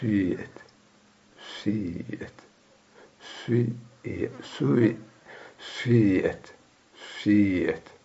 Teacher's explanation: أن تأتي ببعض حركة الضم ثم تأتي ببعض حركة الكسر، ويكون تبدأ بحركة الضم وتأتي مثلا بأقل من جزء بأقل بشيء قليل منها ثم تأتي بأكثر حركة الكسر. · Term: الإشمام